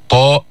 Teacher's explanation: تخرج من نطع غار الحنك الأعلى من طرف اللسان مع أصول الأسنان العليا. من طرف اللسان طاء حرف قوي، جهر، شدة، استعلاء، إطباق، قلقلة. · Term: الحروف النطعية